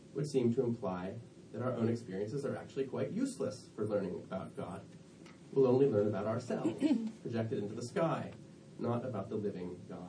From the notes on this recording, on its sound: Delivered at the 2017 American Academy of Religion conference (AARSBL) in Boston, MA